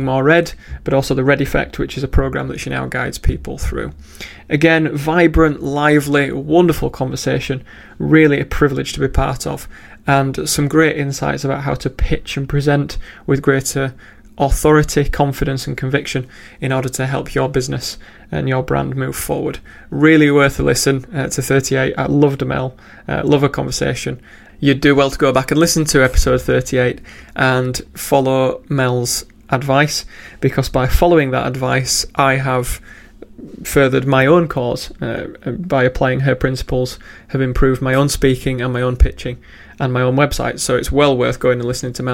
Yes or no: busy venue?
no